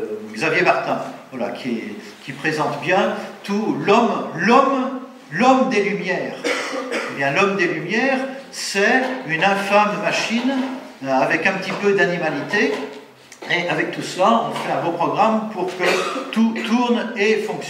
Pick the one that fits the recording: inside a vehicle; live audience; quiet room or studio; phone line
live audience